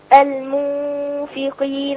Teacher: الميم رقيقة مع الضمة تمام ثم بعد ذلك النون رقيقة مع الفاء ما خليش فيه واو